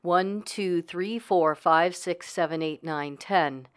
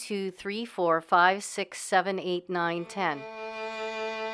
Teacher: a more feminine voice, which is further forward, using less space in the mouth to produce a brighter, more nasal sound. · Shown in: second take